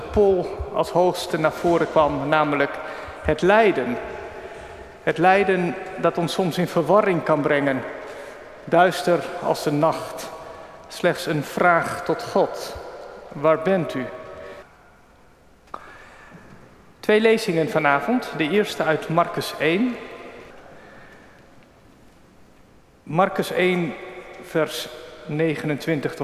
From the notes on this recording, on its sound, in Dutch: Opgenomen op 18 juni 2023 in de Noorderkerk te Amsterdam